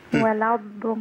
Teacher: فأنا بنتقل من اللام للضاد على طول